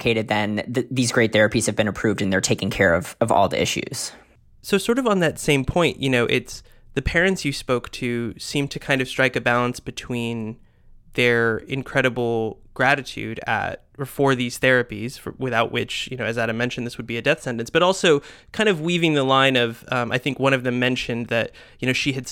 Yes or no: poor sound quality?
no